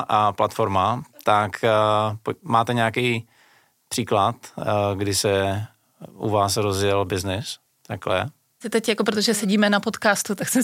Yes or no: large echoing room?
no